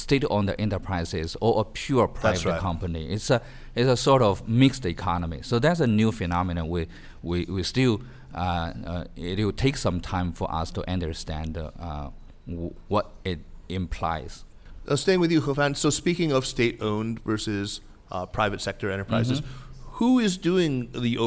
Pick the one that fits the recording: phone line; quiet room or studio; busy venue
busy venue